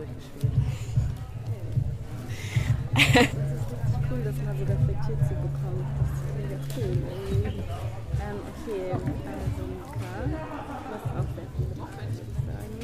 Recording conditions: outdoors